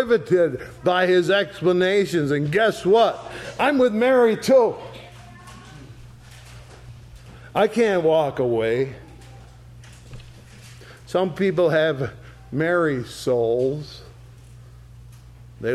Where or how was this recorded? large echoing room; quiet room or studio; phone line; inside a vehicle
large echoing room